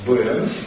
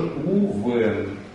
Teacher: в начале слова всегда смычные, да, после согласного они тоже всегда смычные, а после гласного они щелевые. То есть он сам по себе, допустим, приглот этот «бен», да, с «дагешем», а если мы присоединили к нему «вав», то он будет уже «увен».